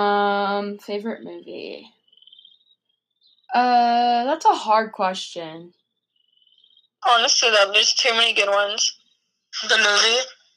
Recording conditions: poor sound quality